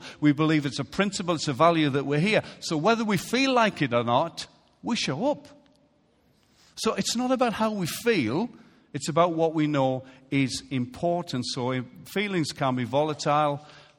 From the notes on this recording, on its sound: Recorded live at Life Church on Sunday 10th September 2017.